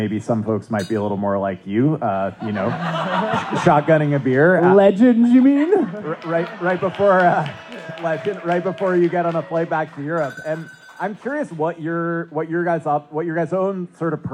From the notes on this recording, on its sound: We had the good fortune of taping this episode of the podcast in front of a live audience at a local brewery, and we think it brings through a little of the amazing atmosphere. Zoomed in from mono jail. The audio quality from this episode is.....mixed, but it seems to be workable.